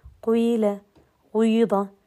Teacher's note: بحركة مركبة من جزئين جزء ضمة وكسرة وجزء الضمة هو الأول وهو اللي أقل يليه جزء الكسرة وهو اللي أكثر · Term: خلط الكسرة بالضمة